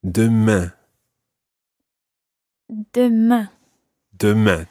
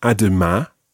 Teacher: try to get that nasal sound at the end of demain · Shown in: first take